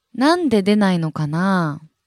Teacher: we have a long あ at the end of かな, rather than the short あ